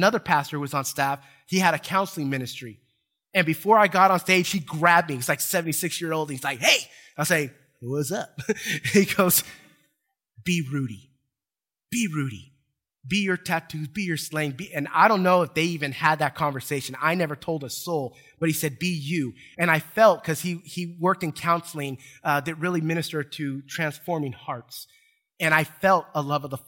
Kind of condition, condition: setting, large echoing room